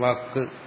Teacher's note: വാക്ക് നമ്മൾ ഉച്ചരിക്കുമ്പോൾ അവസാനം വരുന്ന വ്യഞ്ജനത്തിന് ഇരട്ടിപ്പിച്ച് പറയും